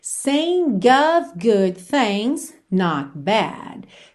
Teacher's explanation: esse OF sempre vai ter esse som of, V mesmo